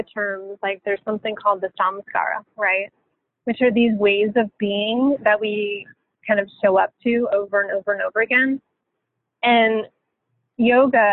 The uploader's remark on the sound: we had a phone conversation